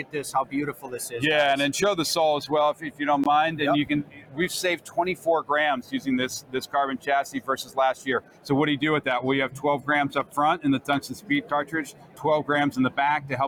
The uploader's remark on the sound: Live at the PGA Show in Orlando, where thousands have gathered to preview and purchase the newest golf equipment.